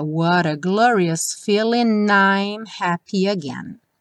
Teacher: Na música, ele junta o feeling com o I'm